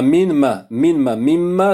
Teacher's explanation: on a un idgham, on a minma, minma, minma, c'est min qui est rentré dans ma